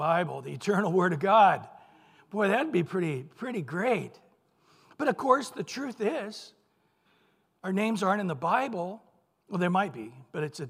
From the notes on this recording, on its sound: Recorded at Calvary Chapel of Los Alamitos